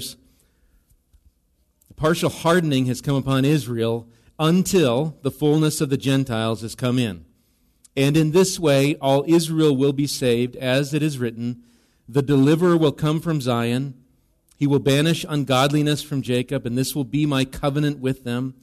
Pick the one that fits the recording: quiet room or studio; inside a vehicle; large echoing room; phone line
large echoing room